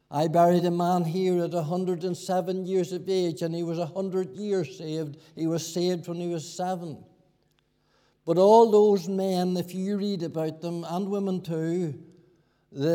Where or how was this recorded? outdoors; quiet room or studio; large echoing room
large echoing room